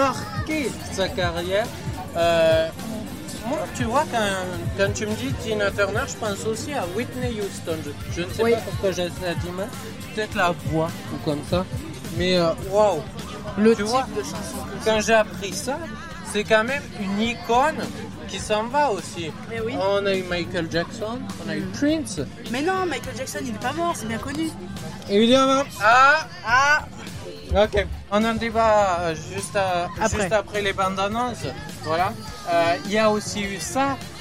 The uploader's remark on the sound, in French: en direct de "Jeunesse en fête"